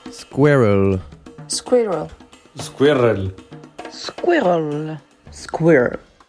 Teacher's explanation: So this combines a few tricky things. One is the relatively unusual cluster at the beginning, which is the squa. It's a s sound plus a k sound plus a w sound. And then in the middle, there's actually a vowel.